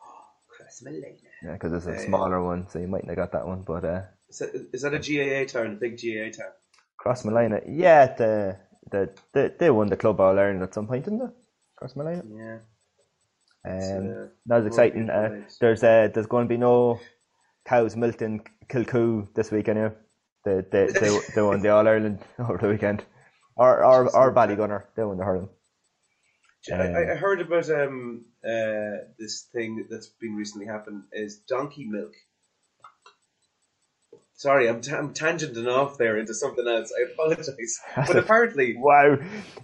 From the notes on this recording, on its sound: Is on the zoom again.